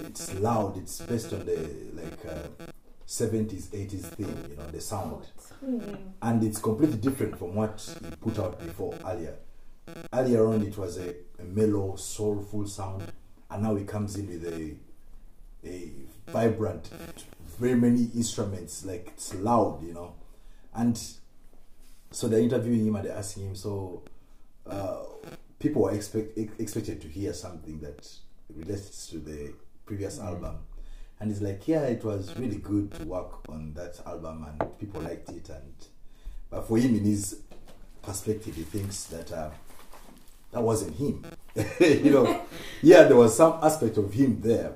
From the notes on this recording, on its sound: This series was recorded with the same equipment I have now but under extremely challenging conditions, I think I had recorder for a day or two and I was still learning how to use it. Excuse all the peaks and tings.